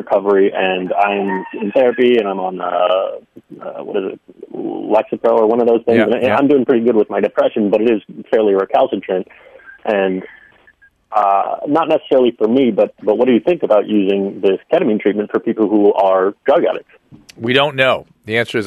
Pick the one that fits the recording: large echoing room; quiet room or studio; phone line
phone line